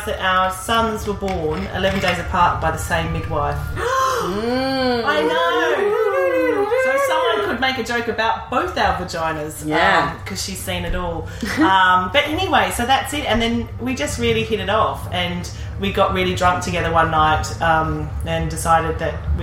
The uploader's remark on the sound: Live from the Latitude festival. Many thanks to the lovely people from the New Statesman who let us record in their backstage area. Sorry the sound quality's not so great - it's festival ambience, innit.